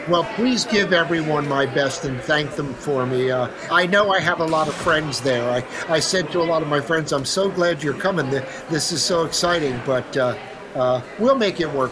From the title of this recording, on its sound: Live From The Salon Owners Summit 2023